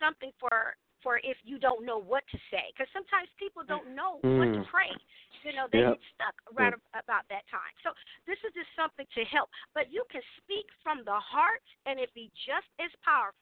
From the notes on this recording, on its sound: a real, live call-in show